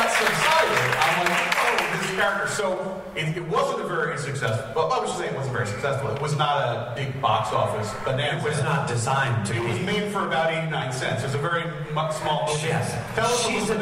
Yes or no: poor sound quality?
yes